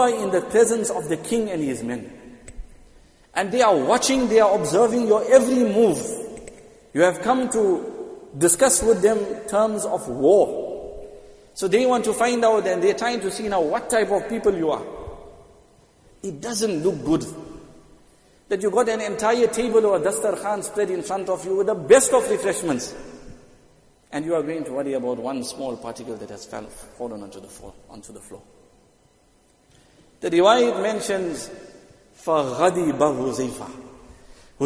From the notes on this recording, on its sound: Jumuah lecture at Masjid ut Taqwa 20 Jan 2023